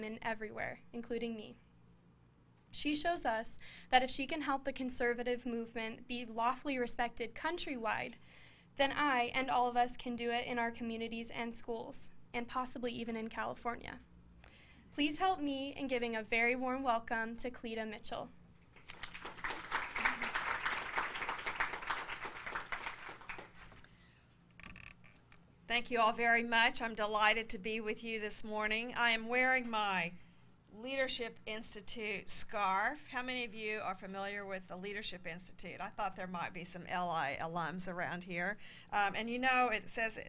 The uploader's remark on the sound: Her remarks were recorded at CBLPI's 2017 Capitol Hill Intern Summit in Washington DC on June 9.